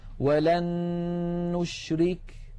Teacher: لاحظوا بأن النون الأولى قد صارت مع النون الثانية نونا واحدة مشددة